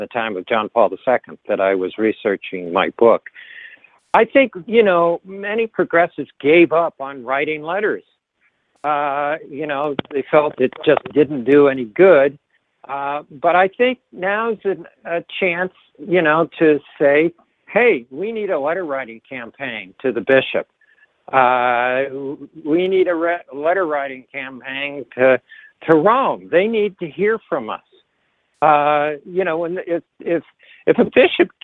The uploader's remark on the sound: This teleconference.